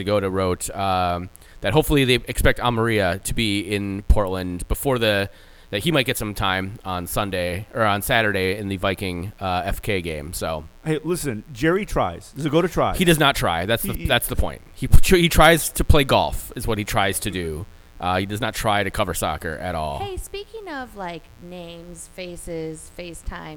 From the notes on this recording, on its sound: Well, we tried to get together and do this thing in person again and we ran into some technical difficulties. Apologies for a slight buzz.